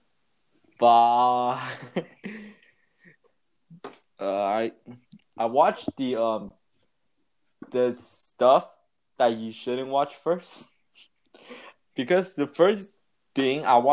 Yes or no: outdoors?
no